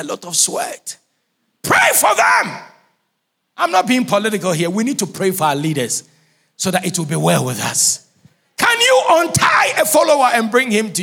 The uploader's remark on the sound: Sermon preached at CBC Shiashie Campus